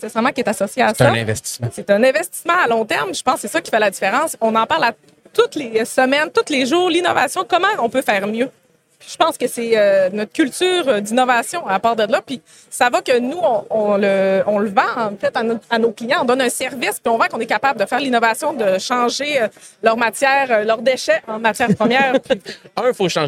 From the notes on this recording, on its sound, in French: En direct du Transal Saguenay